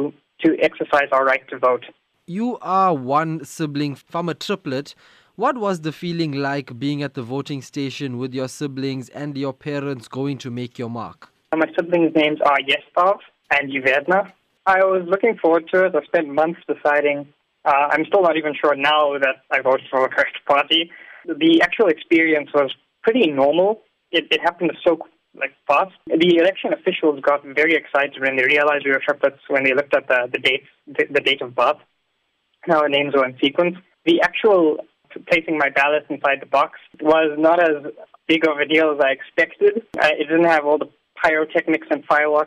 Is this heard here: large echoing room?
no